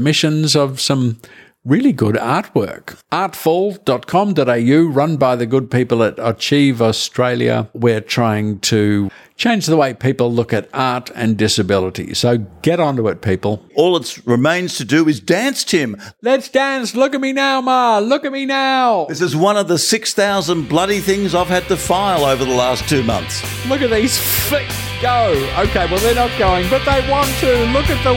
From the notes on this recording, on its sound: at their big arty opening at The Sheffer Gallery in Darlington